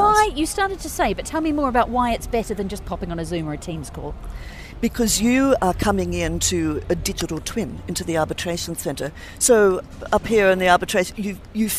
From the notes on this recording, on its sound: We’re on the road again this week - broadcasting LIVE from the Abu Dhabi Finance Week.